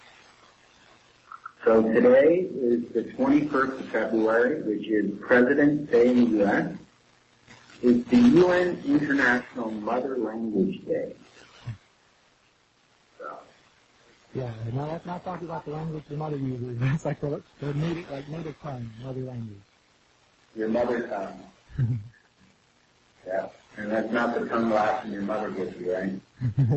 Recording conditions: poor sound quality